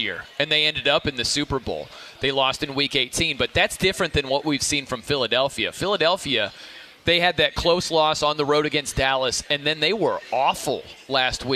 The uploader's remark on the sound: live from BetMGM's brand new sportsbook at Great American Ball Park in Cincinnati!